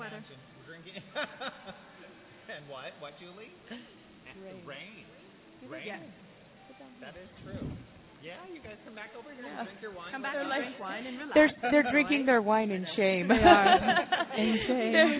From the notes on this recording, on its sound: We broadcast live from the amazing Chihuly Garden and Glass, location of Metropolital Fashion Week's Closing Gala 2013!